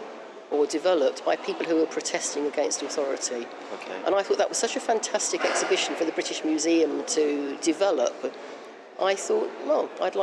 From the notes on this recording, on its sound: As I’ve done this interview inside the museum, background noise is relatively loud. Peek into a free tour at British Museum.